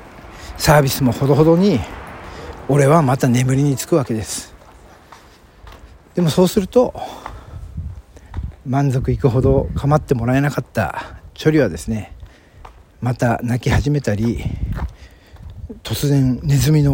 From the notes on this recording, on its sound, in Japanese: お散歩トーク。早朝にチョリに起こされ、ボケボケしながら散歩中に収録しております。